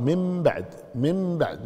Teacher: ما تقول شيء عن تمم، لكن هي تقرأ من بعد، من بعد، ما في نون، ما في نون، قلبت النون إلى ميم إذا جاءت بعدها الباء